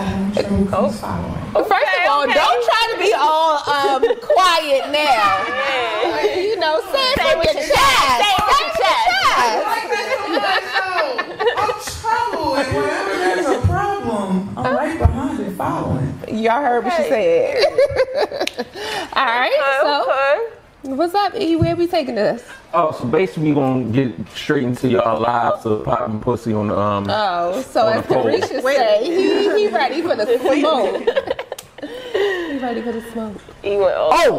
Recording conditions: busy venue